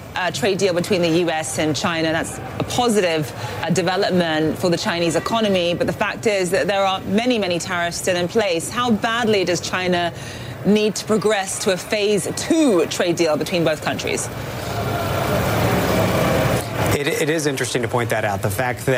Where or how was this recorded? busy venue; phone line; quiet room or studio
busy venue